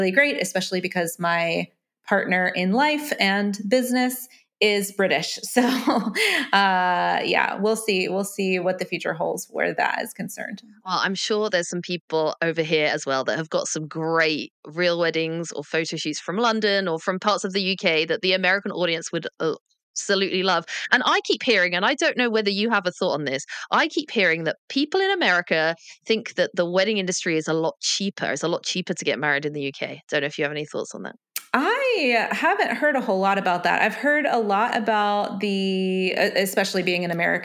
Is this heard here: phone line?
no